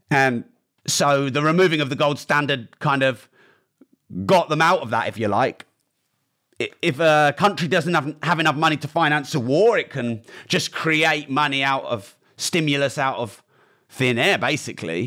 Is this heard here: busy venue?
no